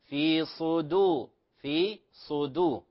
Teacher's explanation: كلمة صدور، الصاد مفخمة، لكن انتبه إلى لا تفخم الدال، لا تقول في صدو ضو، لا، الدال مرققة، في صدو، في صدو.